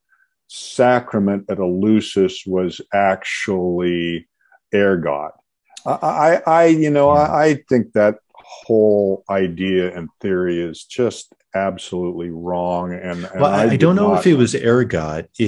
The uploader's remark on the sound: the Zoom meeting for some reason only recorded